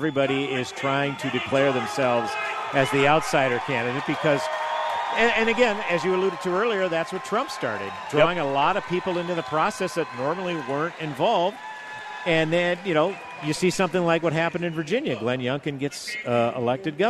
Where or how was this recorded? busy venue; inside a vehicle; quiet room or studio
busy venue